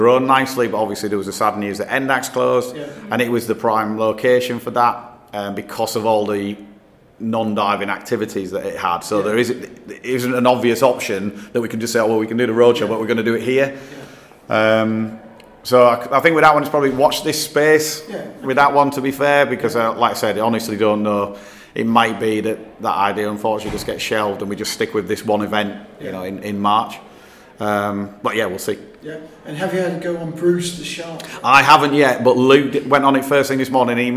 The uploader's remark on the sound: The Go Diving Show 2022. We recorded a few interviews with exhibitors on Saturday 5th March. These is an in show recording so there is some background noise!